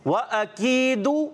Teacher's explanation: کاف کو باریک رکھیں گے اور یا مدہ ہے ایک الف کھینچ کر ادا کریں گے